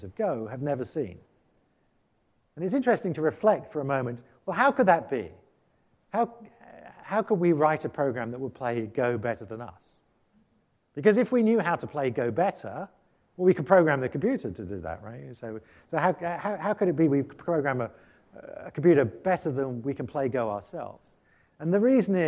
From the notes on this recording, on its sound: IFE Grand Challenge Lecture, recorded 15 March 2019 at QUT